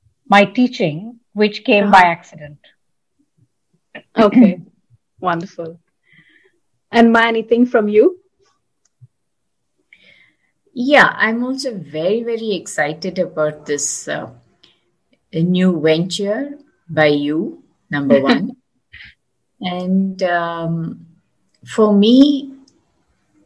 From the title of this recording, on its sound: Virtually recorded